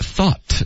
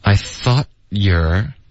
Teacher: Rachel 就很困惑嘛，因为曾经有聊过 Phoebe 的爸爸。然后 Rachel 说，Phoebe, I thought your dad was inprison。Phoebe，我以为你爸爸在监狱里呢。然后这个我们就是我们第一个连读了，这是我们今天第一句连读，我们来看看有哪些重点的地方。好，这个 thought 的 t 会省略